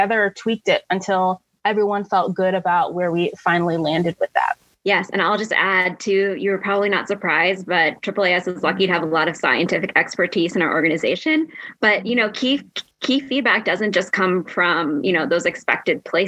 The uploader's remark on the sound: This episode is a recording of a session from our virtual user conference, Super Forum.